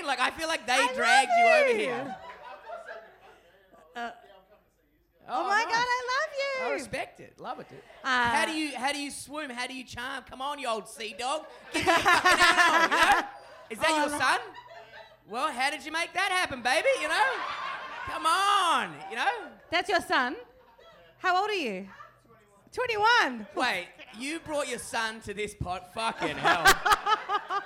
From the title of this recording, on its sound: SYDNEY LIVE